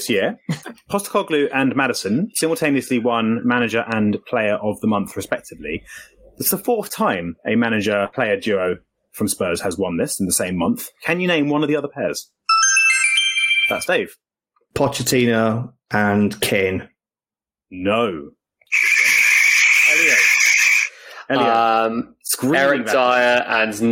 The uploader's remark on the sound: the quality of the actual audio - this week coming to you in a virtually unedited, raw and compressed format (due to technical difficulties)